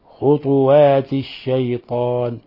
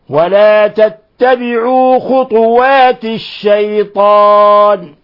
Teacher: فهي في هذه اللفظة، في هذه الكلمة قراءتان، قراءة بالضم وهي ما عليه حفص ومن وافقه، وقراءة بالإسكان وهو ما عليه نافع وشعبة والبزي وآخرون بسكون الطاء، ويلزم من سكون الطاء قلقلتها · Shown in: first take